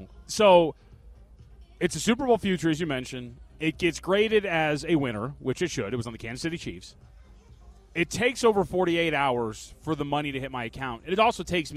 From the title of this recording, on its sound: LIVE FROM STADIUM SWIM